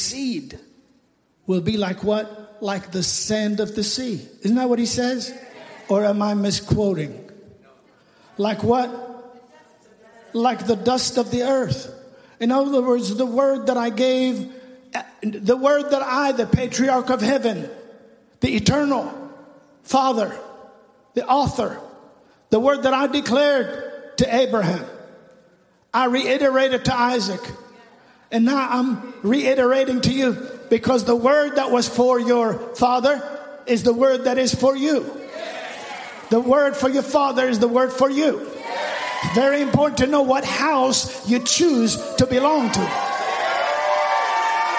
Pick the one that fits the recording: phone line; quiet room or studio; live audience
live audience